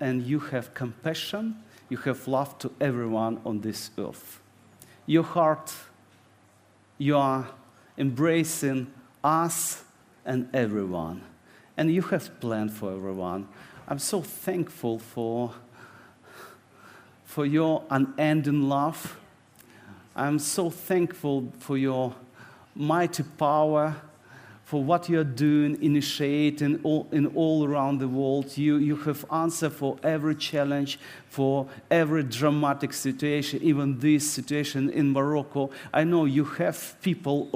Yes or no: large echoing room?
yes